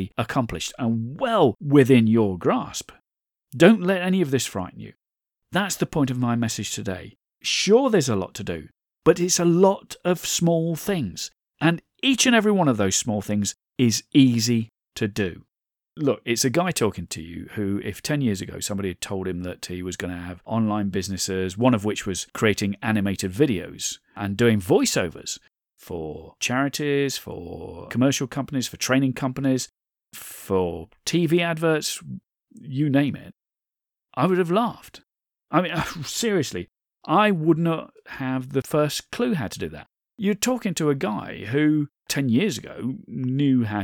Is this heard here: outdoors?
no